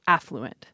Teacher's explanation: the idea is the stress should come on the first syllable, affluent. One of the arguments, apparently, is that if you put the stress on the first syllable, you won't get it confused with the word effluent.